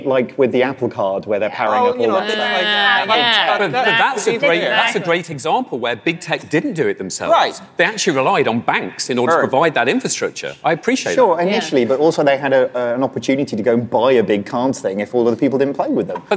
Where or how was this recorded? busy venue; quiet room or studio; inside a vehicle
busy venue